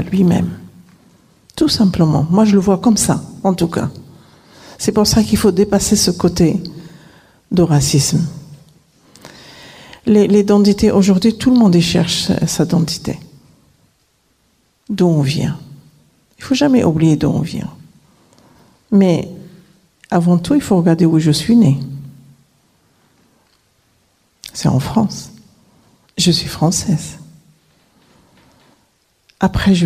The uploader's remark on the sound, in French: À la Salle Bizet de Vauvert à l’invitation du collectif du printemps de l’éducation contre le racisme et les discriminations en petite camargue. Nous avons eu la chance d'enregistrer l’intégralité de sa conférence. D’une heure d’échanges (questions réponses) avec le public venu malheureusement trop peu nombreux.